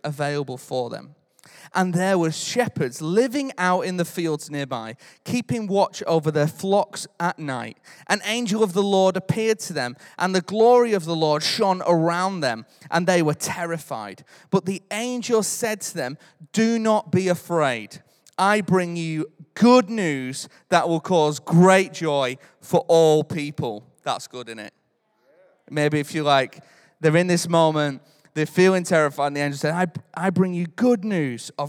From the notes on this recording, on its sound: Recorded live at Life Church Lancashire 26th December 2021.